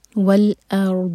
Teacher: حمزہ کو لائٹ رکھیں گے اور رو ساکن ہیوی اور ضاد پر استطالا